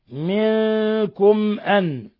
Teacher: ميم ساكنة جاء بعدها الهمزة الحكم التجويدي إظهار شفوي